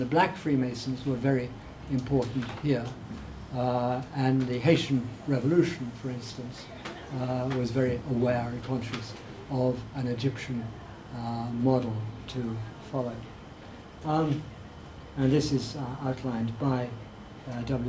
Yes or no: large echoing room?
yes